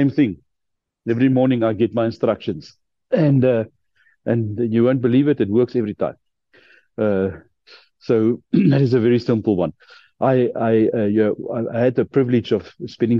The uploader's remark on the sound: The Transformation Table Zoom Meeting 7 September 2023